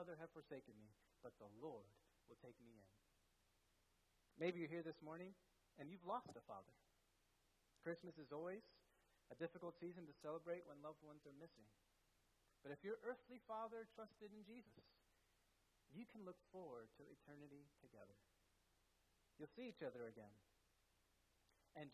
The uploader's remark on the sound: at First Baptist Church in Delphi, Indiana